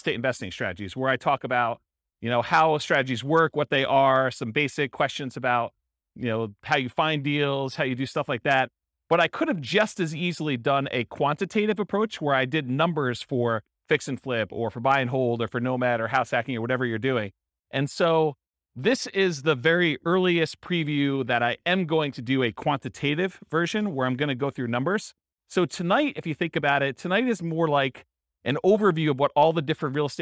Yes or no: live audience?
yes